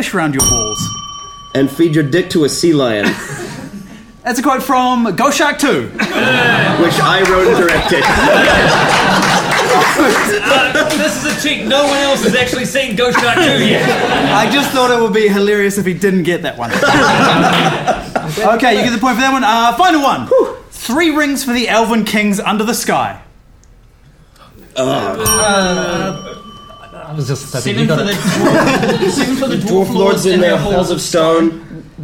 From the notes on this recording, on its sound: A brand new panel show recorded live at Orange Studio in Christchurch, New Zealand.